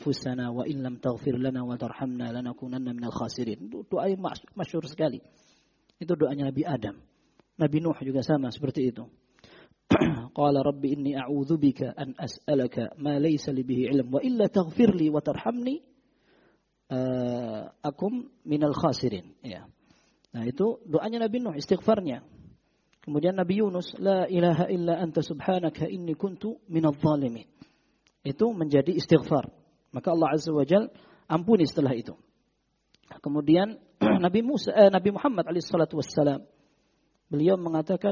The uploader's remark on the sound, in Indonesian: Rekaman Audio Kajian Tematik. Kajian di masjid Mu'adz bin Jabal.